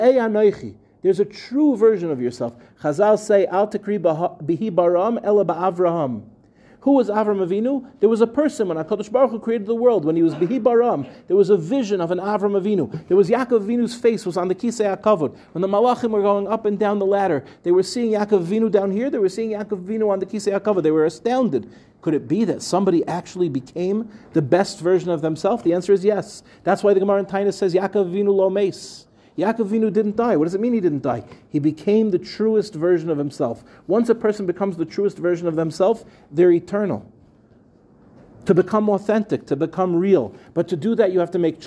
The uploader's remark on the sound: In this week's Parsha shiur, delivered at the final NCSY Kollel Mishmar of the summer.